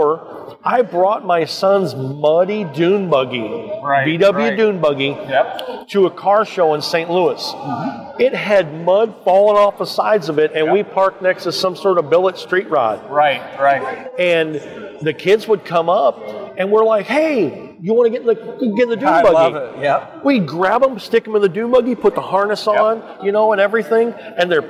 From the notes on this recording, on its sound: LIVE In The Racing Junk Booth At PRI. LIVE from the PRI floor. A HUGE THANKS to Racing Junk for hosting the Get Out N Drive Podcast in their booth!